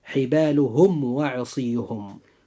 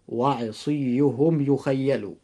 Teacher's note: بالنسبة للكلمة الأولى وهي حبالهم، جاء حرف الواو بعد الميم الساكن، فعند هذا الحرف أخي المسلم يجب إظهار الميم الساكن إظهارا شفويا، ويكون الإظهار هنا إظهارا قويا بخلاف باقي حروف الهجاء.